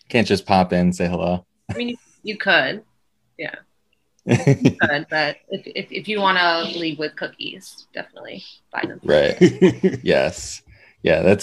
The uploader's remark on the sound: Recorded Live on Zoom 5/10/2021